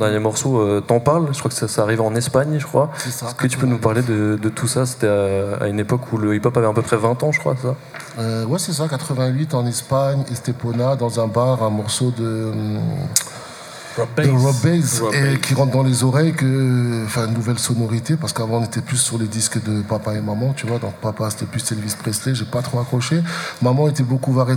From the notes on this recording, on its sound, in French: Replay d'une table ronde réalisée en direct au Marché Off Place Grimmeissein le samedi 25 novembre